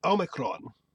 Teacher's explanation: in Greek, it would be like Omicron with like a rolling R